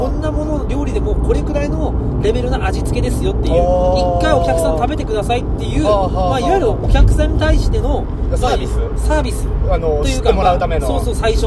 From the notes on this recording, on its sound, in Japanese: 営業中の車の中で